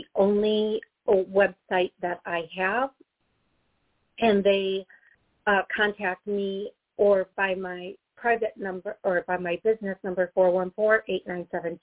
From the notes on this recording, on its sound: Taking callers Live.